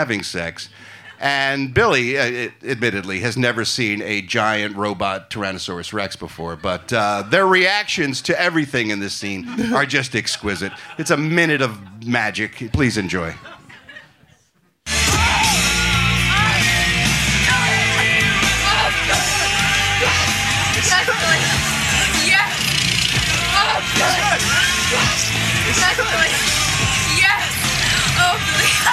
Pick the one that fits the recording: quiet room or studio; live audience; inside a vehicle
live audience